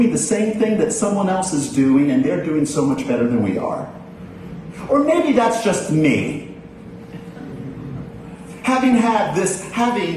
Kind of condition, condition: setting, large echoing room